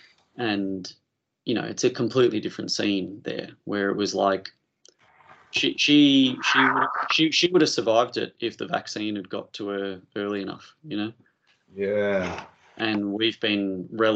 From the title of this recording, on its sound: Skype